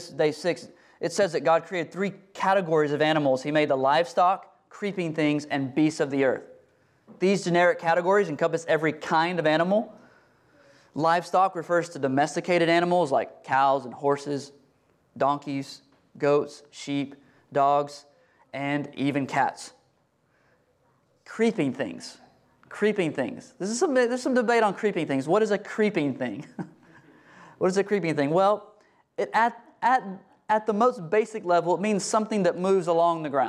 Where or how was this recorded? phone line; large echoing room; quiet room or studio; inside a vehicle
large echoing room